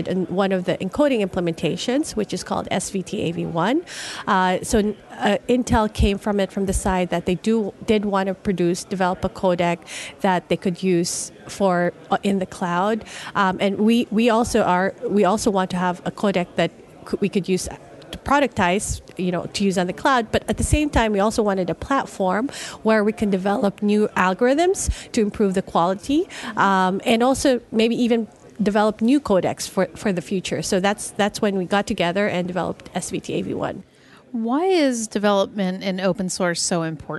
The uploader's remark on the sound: Intel Chip Chat LIVE from IBC 19 in Amsterdam.